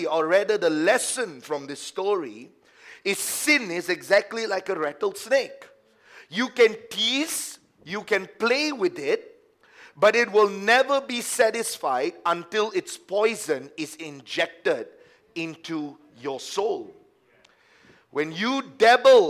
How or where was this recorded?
large echoing room